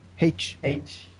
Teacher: You're aspirating the H a lot.